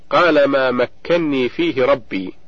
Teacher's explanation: قرأ حفص بإدغام النون الأولى في الثانية فصارت مكني بنون واحدة مشددة